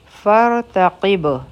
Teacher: رابه غټه وایو ځکه چې د دې نه مخکې په فا باندې فتحه ده